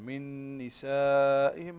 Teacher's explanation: هذا مد واجب متصل، مد واجب متصل فيه التوسط